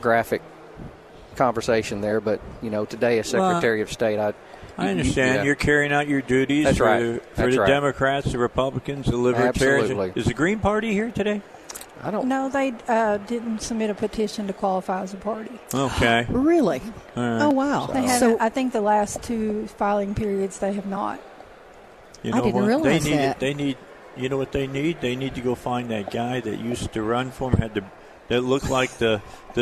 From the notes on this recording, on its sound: Live at the State Capitol for Filing Day